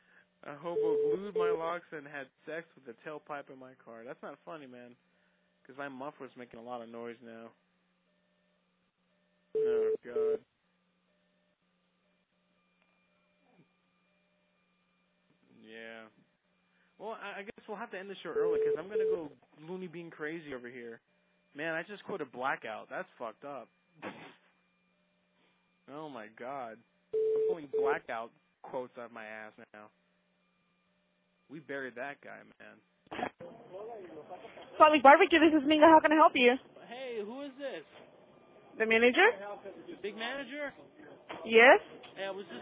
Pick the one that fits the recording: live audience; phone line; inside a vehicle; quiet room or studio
phone line